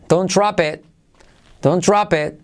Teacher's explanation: La R, letra clave, trae consigo una U, como hemos dicho antes. Drop y la T de it casi no se dice